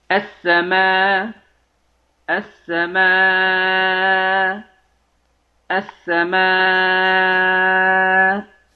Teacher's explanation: ابدال الهمز مع القصر والتوسط والطول